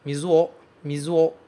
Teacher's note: pronunciar esse O muito bem, não colocar um W na frente